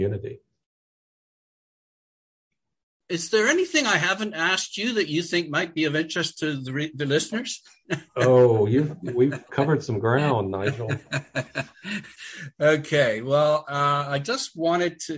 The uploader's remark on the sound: We met via Zoom.